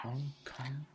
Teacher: Hong Kong sounds better than Kong Hong because the consonants travel forward.